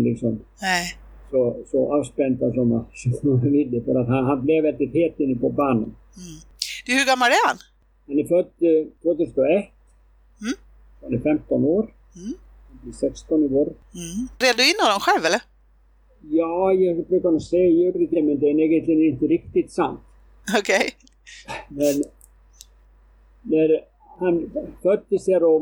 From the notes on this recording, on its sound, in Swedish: Beklagar det ngt "svajiga" ljudet!